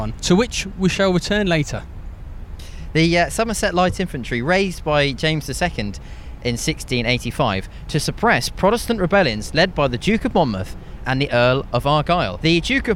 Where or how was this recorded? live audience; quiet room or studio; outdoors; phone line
outdoors